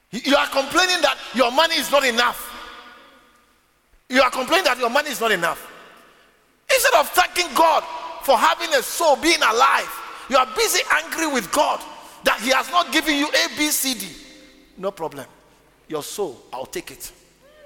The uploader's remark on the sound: preached at the Living Waters Cathedral